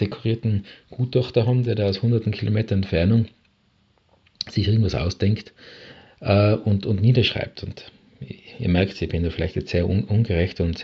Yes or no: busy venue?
no